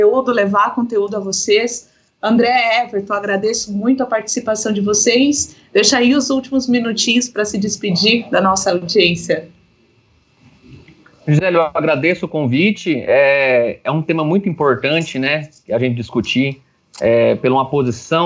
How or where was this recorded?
video call